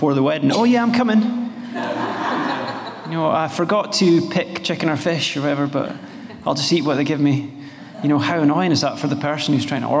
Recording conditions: live audience